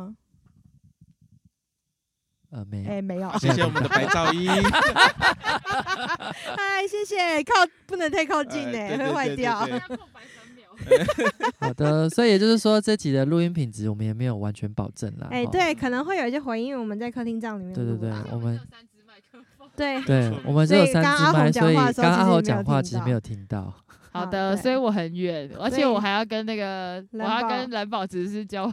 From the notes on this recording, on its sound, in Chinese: 我們在露營區升營火錄音